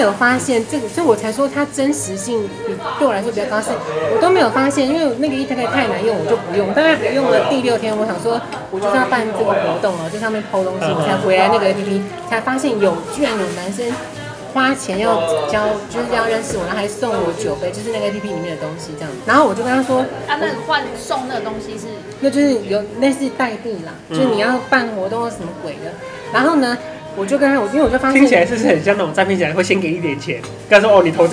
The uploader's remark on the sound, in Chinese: Lane 72 Bistro 英式餐酒館 之 邊吃邊聊悠閒話題分享。首次嘗試在餐酒館內錄音。